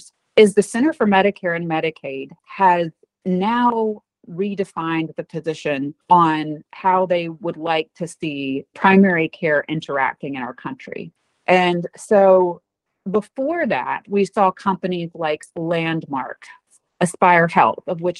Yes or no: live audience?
no